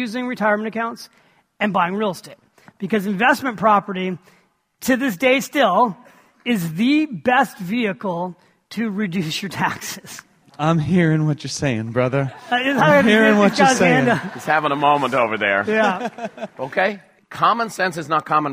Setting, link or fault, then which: setting, live audience